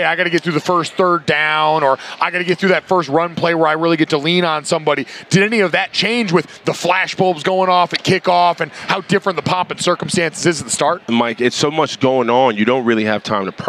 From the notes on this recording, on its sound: The last day coming LIVE from Radio Row.